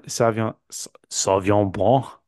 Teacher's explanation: you're definitely like blurring through the syllable in the middle